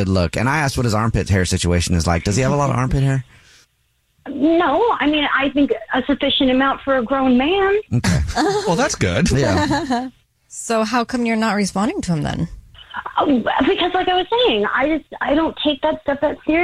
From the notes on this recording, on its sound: We get that other person on the phone.